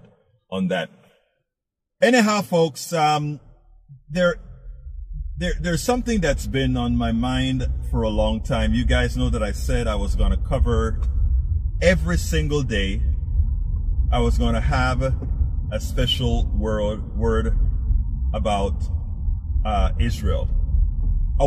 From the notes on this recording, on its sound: Politics Done Right was delivered while driving to an important press conference.